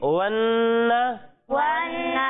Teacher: پیارے بچوں نون میں ہم جھٹکا نہیں دیں گے، نون پر زبر ہے تو اسے ہم بغیر کھینچے بغیر جھٹکا دیے پڑھیں گے